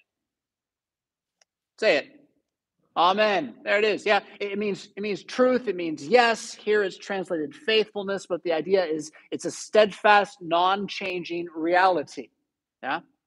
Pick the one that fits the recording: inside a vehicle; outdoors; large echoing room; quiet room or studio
large echoing room